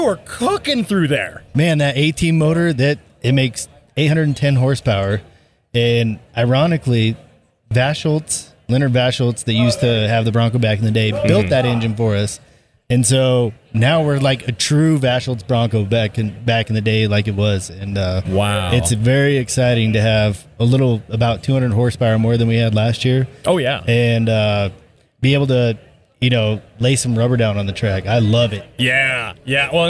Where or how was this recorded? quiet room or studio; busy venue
busy venue